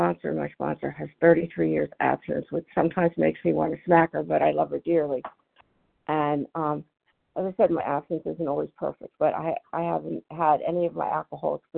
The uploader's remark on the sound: 100 Pounders Phone Meeting